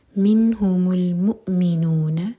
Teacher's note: مو پر حمزہ پر سکون ہے، یہاں پر کٹ آف ساؤنڈ آئے گا